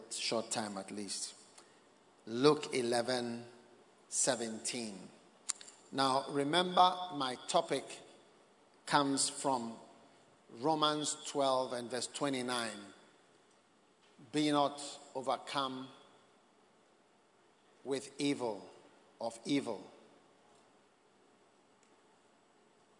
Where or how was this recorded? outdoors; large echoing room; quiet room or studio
large echoing room